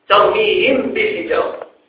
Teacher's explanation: فبقيت الميم من حيث ذاتها ومن حيث صفتها لكن لم تدغم الإدغام الكامل بالباء